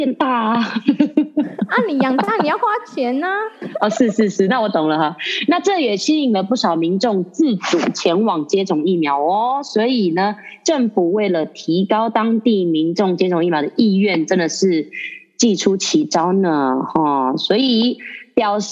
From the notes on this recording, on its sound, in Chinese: 因為疫情的關係無法見到彼此，所以在疫情緩和之前我們都會使用遠端錄音，音質可能沒有在錄音室（儲藏室XD）錄得這麼好。